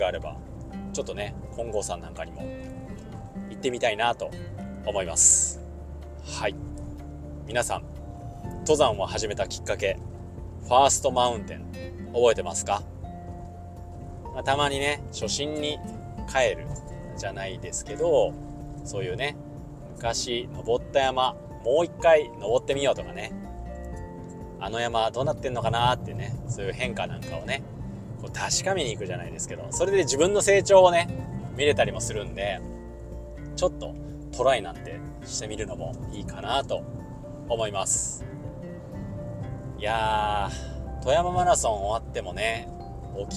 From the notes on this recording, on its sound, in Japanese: 初めてのドライブ収録